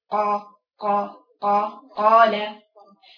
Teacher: بس اقصى لسان خلي بالك ما تجيبوش من المكان اللي هو الحنجره اللي هي الغين · Term: مخرج القاف